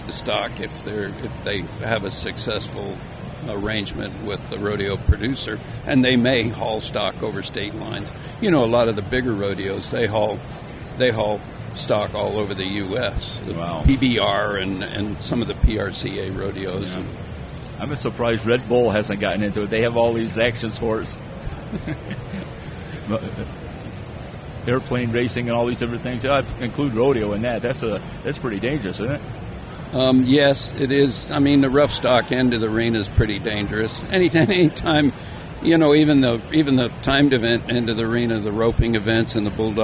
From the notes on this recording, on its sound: At the recent RE+ Conference in Las Vegas. Join us "on air" during this crazy busy conference.